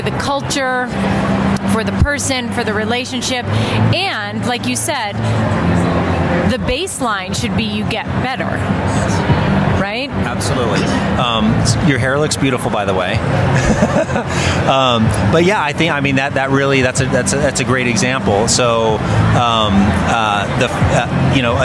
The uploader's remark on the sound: LIVE from the APTA Combined Sections Meeting in Denver, Colorado. Today, as you can probably hear in the background, it's a little bit louder than it normally is and that's because I am recording this live at the American physical therapy associations combined sections meeting in Denver, Colorado, which has about 15,000 plus people and I am currently in the exhibit hall.